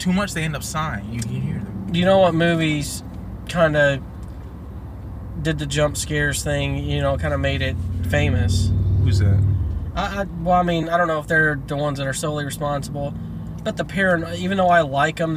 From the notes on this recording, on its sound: 1st episode from the car